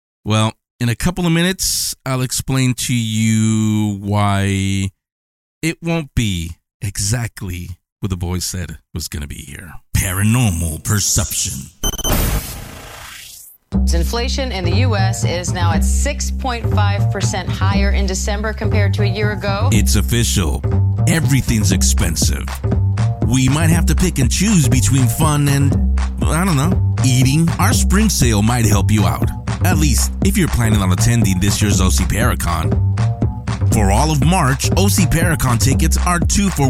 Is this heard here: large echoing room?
no